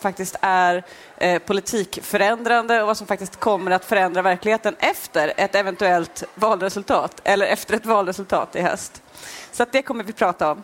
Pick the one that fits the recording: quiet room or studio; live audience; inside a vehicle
live audience